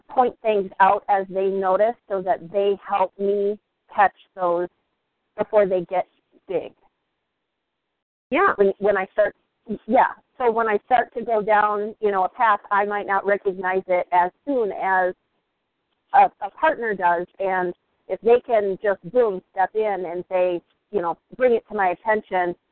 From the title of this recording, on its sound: Team SAP Conference Call